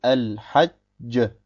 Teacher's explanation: Denn der erste Buchstabe ist Saken und wird mit dem zweiten verschmolzen.